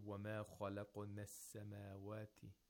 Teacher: for fasaha in the Quran, we want the fatha to be very narrow. Mm-hmm. It should not be too wide.